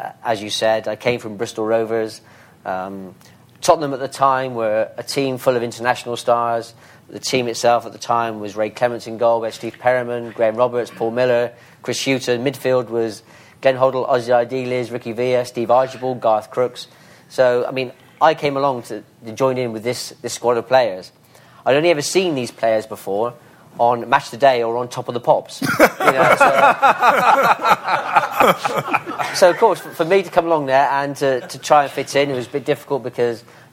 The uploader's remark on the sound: London Sports Writing Festival Special. Recorded live at Lord's Cricket Ground.